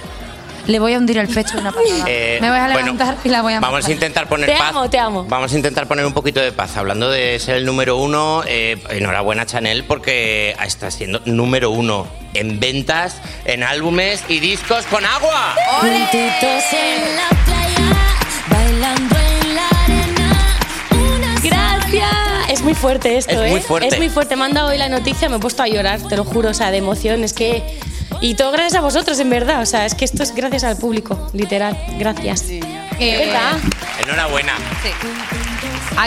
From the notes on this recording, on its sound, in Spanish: el live show montado en el Teatro Alcázar de Madrid